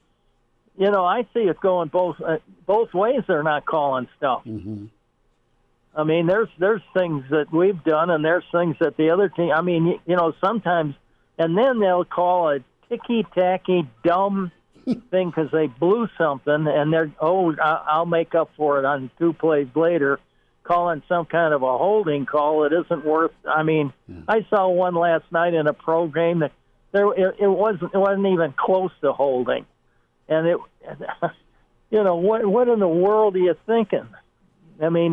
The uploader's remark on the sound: Hail Varsity Radio. Opening the phone lines for the entire first hour of the show.